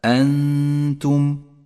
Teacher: تغن النون الساكنة بغنة زمنها حركتان · Term: حكم الإخفاء